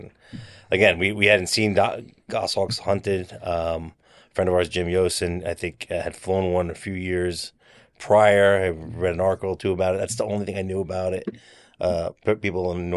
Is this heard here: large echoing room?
no